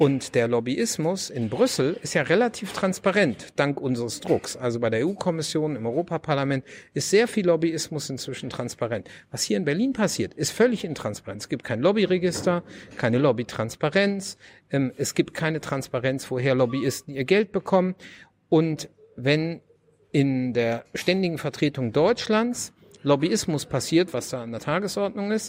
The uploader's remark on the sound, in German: in der Buchhandlung "Ocelot" (Berliner Brunnenstraße) aufgezeichnet.